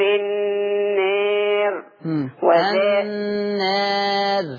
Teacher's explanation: طول ما الألف مقللة يبقى الراء هتترقق · Term: التقليل